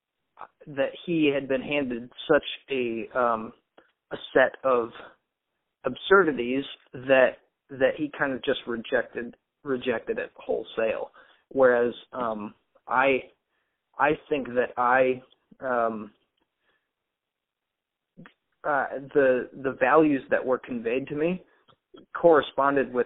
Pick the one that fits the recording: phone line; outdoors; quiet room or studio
phone line